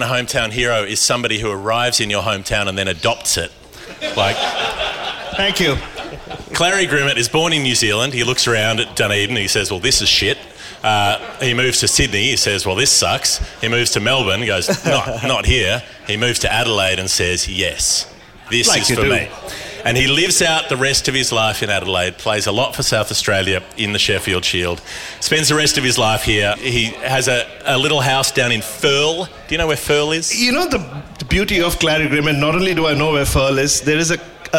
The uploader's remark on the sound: Live in Adelaide. This show comes to you LIVE from the Arkaba Hotel in Adelaide, the evening after the West Indies Test, with a room full of people who were split about 50/50 in terms of being there for the show or being confused by the show.